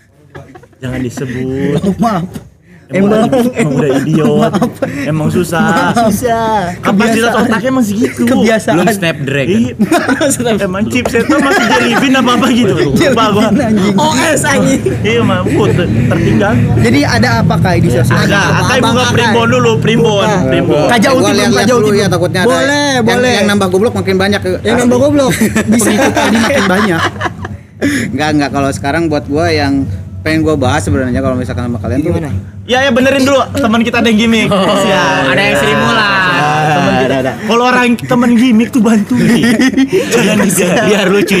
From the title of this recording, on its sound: LIVE FROM SALAKA COFFEE